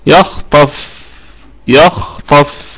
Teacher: عندنا الخاء والطاء في الدرجة الثانية من درجات التفخيم